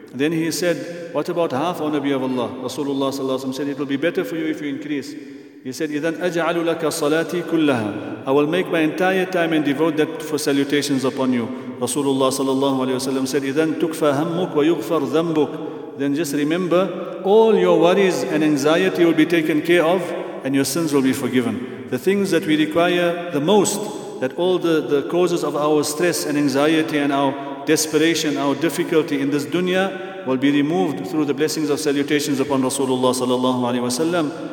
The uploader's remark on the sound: at the Houghton Masjid (West Street)